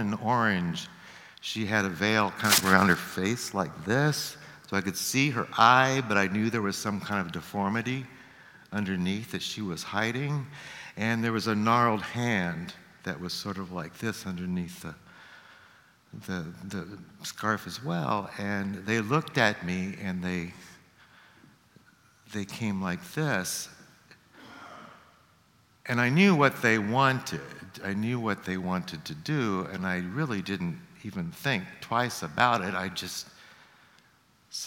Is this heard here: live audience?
yes